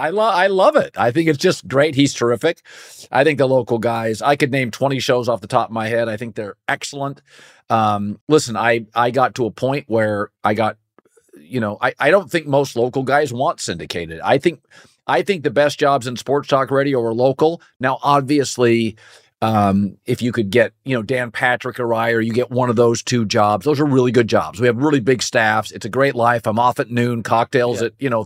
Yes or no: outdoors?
no